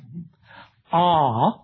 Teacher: Ah is a low vowel. You can feel it low in your throat.